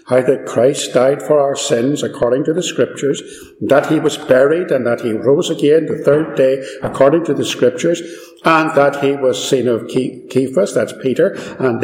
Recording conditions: echo